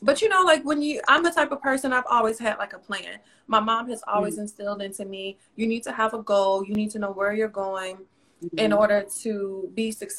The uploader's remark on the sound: a special Instagram Live #WFH edition